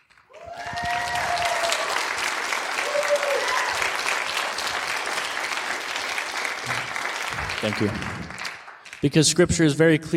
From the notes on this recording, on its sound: In today's show, I share with you my speech at the Determined Patriotism Conference.